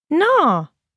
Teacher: When we're using nå to express understanding, we say it with a long rising tone.